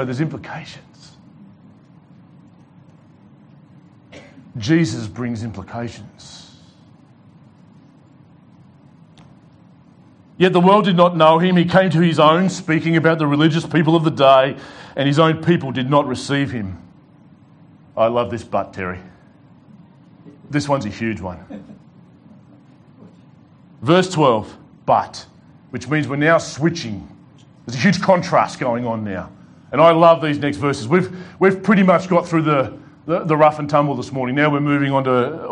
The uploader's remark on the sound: delivered to The Rock Christian Church